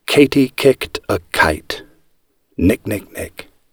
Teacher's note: all the air is stopped, then released with a plosion. · Term: stops or plosives